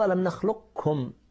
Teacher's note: إذا أبدلت القاف كافا فإن القاف لا يكون لها أي أثر